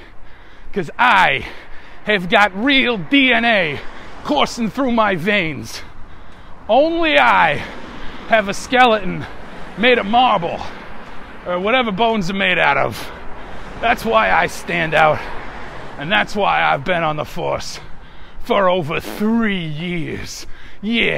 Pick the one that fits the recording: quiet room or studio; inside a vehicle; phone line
inside a vehicle